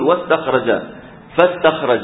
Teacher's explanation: هكذا همزة الوصل تسقط تماما